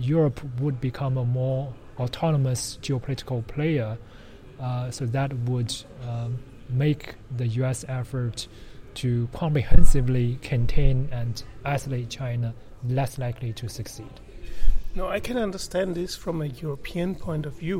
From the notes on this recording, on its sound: The podcast was recorded during the 4th in the series of Open World Conferences organized by the University of Copenhagen.